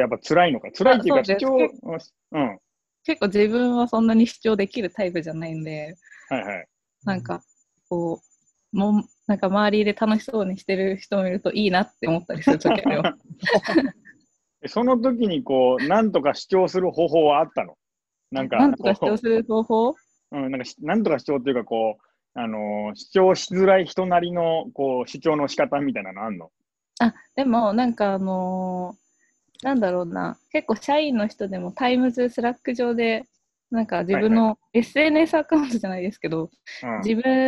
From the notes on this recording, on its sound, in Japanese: オンラインで録音しているので、音がちょっと途切れることがあるかもしれませんが、ご容赦ください。